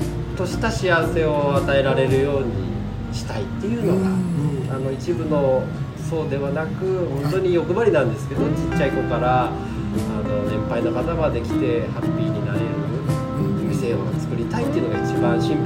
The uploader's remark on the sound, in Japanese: 神奈川平塚にある「ニューローズ」。実は今回、スタジオをを飛び出して平塚の「ニューローズ」まで収録に出かけたんですよ。雑誌連載の取材のかこつけてその場で収録をお願い、快諾してもらいました。